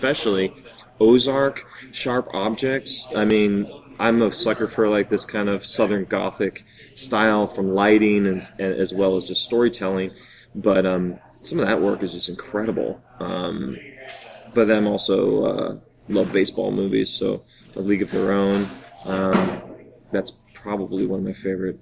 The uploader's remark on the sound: Middle Coast Film Festival 2018. This was recorded live in a noisy room, so be warned. Please suffer through the inferior quality.